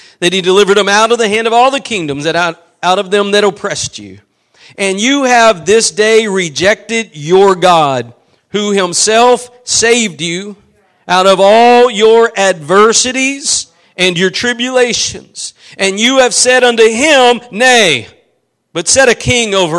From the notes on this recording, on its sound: Preached at Gospel Lighthouse in Bossier City, La.